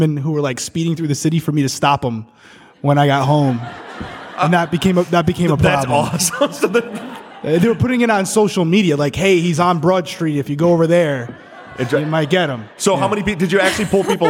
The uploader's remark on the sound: LIVE from Austin, Texas